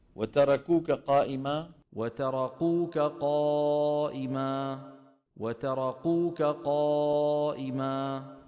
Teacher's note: شايفين عم يجيب الشدة وما عم يجيب الهمس · Term: الكاف الصماء